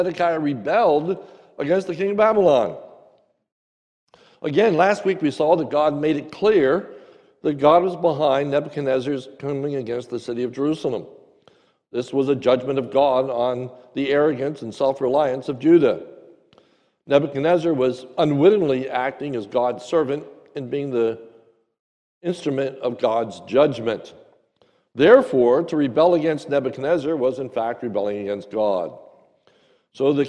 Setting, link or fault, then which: setting, large echoing room